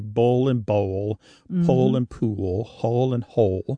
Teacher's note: For example, in the pairs that we talked about earlier, bowl and bowl, pole and pool, hole and hole, they all end in that L sound, and that L at the end of the syllable is what is known as a dark L. So the physical act of pronouncing that dark L kind of requires the back of the tongue to raise toward your soft palate.